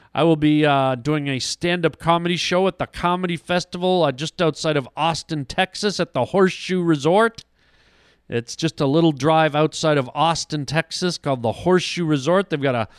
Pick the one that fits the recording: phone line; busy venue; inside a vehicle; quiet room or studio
quiet room or studio